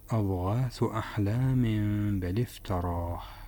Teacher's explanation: فالتنوين هنا الذي هو عبارة عن نون زائدة بعدها باء، يختلف مخرج النون عن الباء، ولكن عند قلب النون الساكنة أو التنوين إلى ميم فإن الميم والباء يشتركان في المخرج. فهنا نقلب التنوين إلى ميم، نطبق الشفتين للميم ثم نفتحهما للباء. ويجوز هنا في الإقلاب الإخفاء الشفوي، فهو جوازي عند القراء، أي نقوم بإطباق الشفتين تدريجيا ثم نطبقهما للباء، وليس مباشرة نطبق الشفتين ثم نفتحهما للباء.